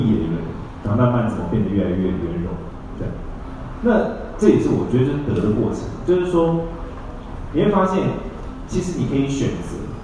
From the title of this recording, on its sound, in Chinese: 新書分享會 高雄場 我(2016年首批粉絲)的現場提問